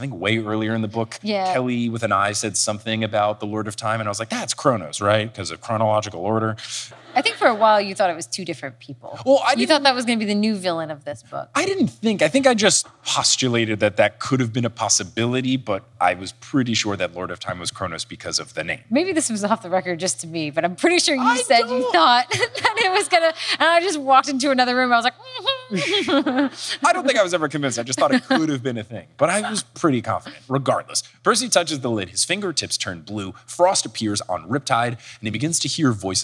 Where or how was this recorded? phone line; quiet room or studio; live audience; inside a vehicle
live audience